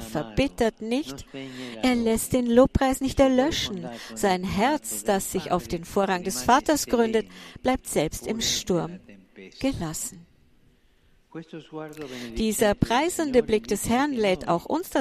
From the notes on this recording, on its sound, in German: Heilige Messe zur Eröffnung der Weltbischofssynode.